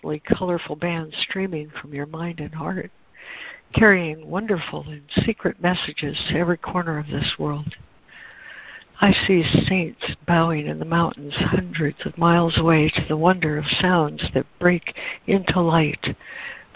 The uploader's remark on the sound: ACIM Daily Conference Call.